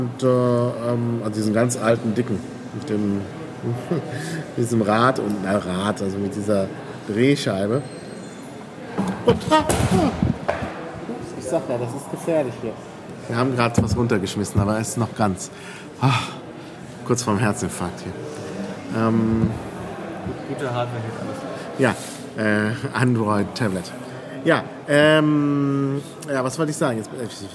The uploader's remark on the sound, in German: Bitte entschuldigt die Hintergrundgeräusche während des Gesprächs!